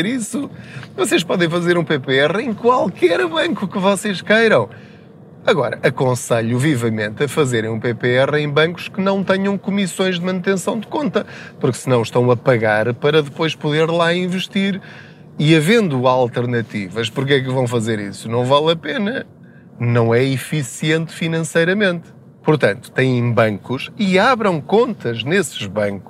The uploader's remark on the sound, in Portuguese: Não ligue aos barulhos da viagem.